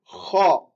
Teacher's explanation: Un petit rugissement et avec un son grave. Kha. Répétez avec la bouche ouverte.